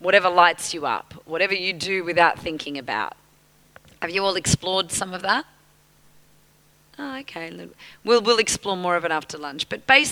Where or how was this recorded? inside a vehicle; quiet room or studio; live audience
live audience